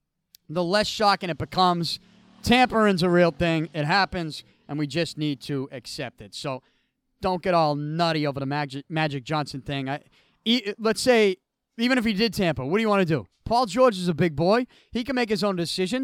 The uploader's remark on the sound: I recorded from outside of Beantown Athletics during the Total Solar Eclipse.